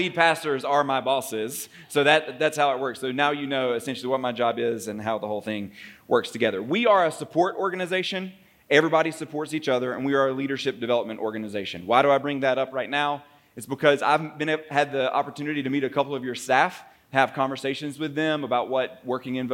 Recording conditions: large echoing room